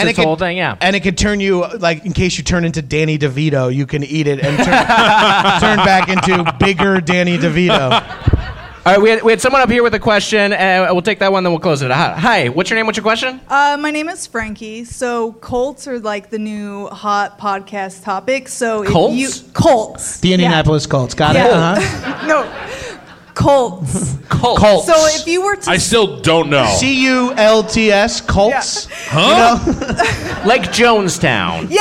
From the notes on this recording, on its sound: Recorded at Stand Up Live in Phoenix, AZ.